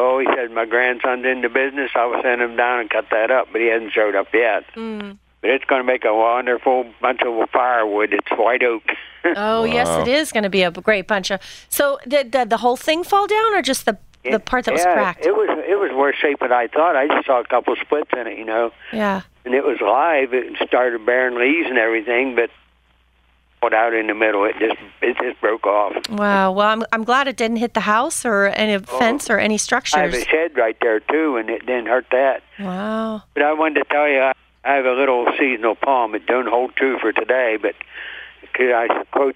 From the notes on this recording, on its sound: They also answer questions from callers